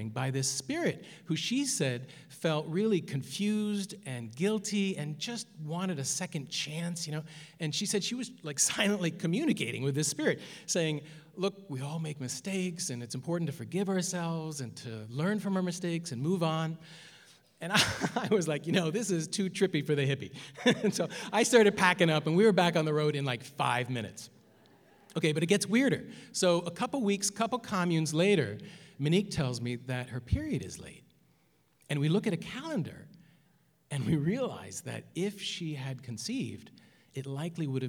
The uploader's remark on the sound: New England Public Radio and the Academy of Music Theatre collaborated to present four live Story Slam events at Hinge in Northampton, MA.